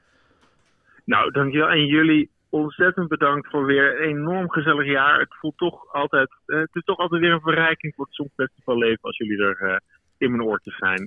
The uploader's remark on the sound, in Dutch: De inbelaflevering. Prachtige gesprekken vanuit verre landen.